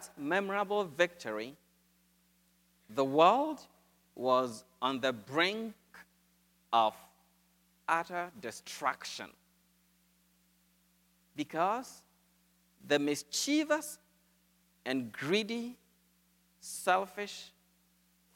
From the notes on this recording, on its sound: Good Friday from Holy Spirit Catholic Church in Creston Iowa